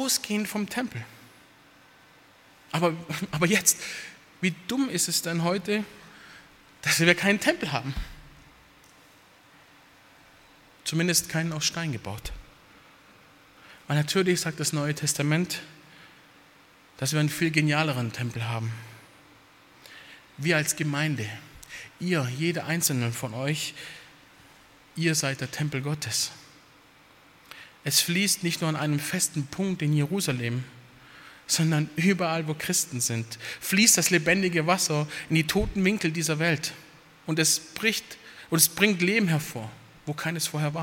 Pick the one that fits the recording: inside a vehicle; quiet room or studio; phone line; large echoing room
large echoing room